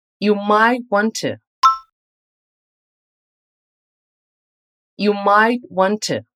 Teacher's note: a preposição to, logo depois do verbo want, acaba sendo conectada a ele e tem um som de t e não de chu